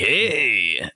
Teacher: I had that weird vocal fry thing going on where it's like, hey, and it's like, oh, don't do that ever again.